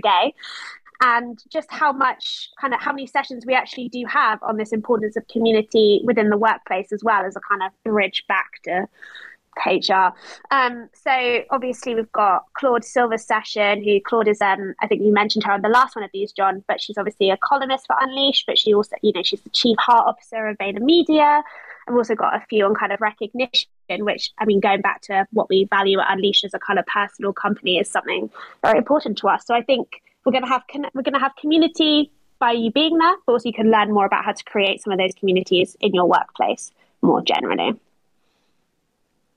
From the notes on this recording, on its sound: This is a recording of UNLEASH's second Twitter Spaces conversation, held on 10 August 2022.